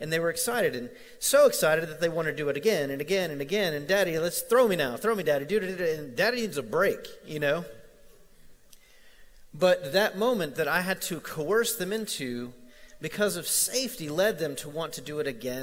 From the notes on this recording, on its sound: Recorded live at The Fellowship at Mt Juliet on June 16, 2019.